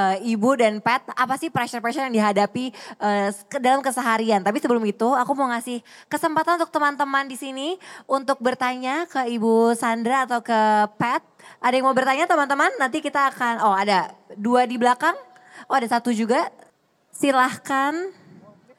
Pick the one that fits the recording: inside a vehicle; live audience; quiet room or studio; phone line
live audience